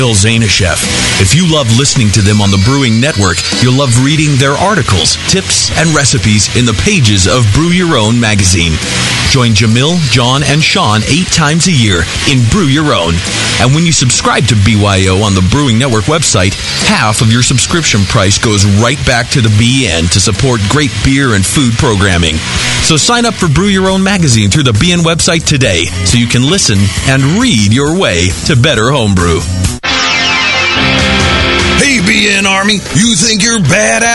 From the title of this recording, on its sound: Live from Downtown Joe’s